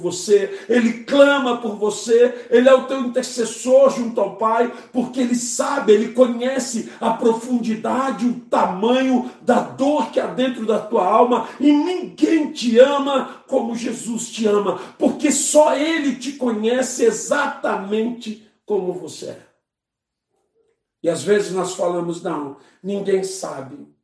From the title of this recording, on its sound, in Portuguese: Culto de domingo (santa ceia) - 11/04/2021 - Live pelo Facebook e YouTube